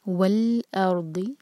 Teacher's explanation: الف کو لائٹ رکھیں، را کو ہیوی، اور اس کے بعد ضاد ہیوی، اور ضاد کے مخرج کے لیے زبان کا سائڈ یوز کریں گے.